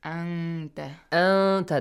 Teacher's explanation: Light letter. So light ghunna sound or light ikhfa.